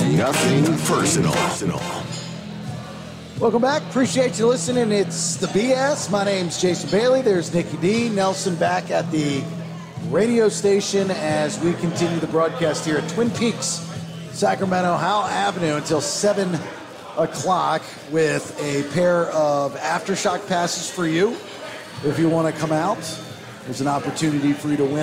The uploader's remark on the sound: The show is live at Twin Peaks. Nothing Personal is played onsite with listeners who were in the building.